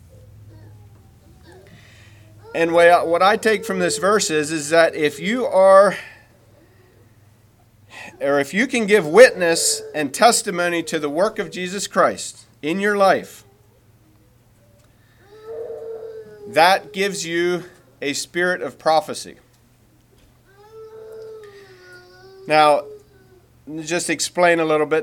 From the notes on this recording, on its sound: Message preached at Word of Hope Mennonite Church